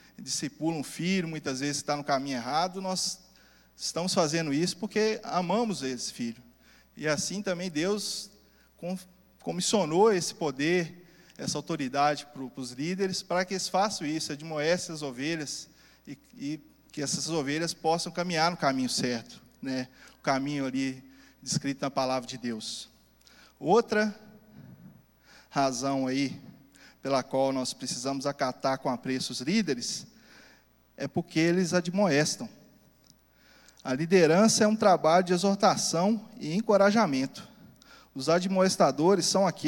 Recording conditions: large echoing room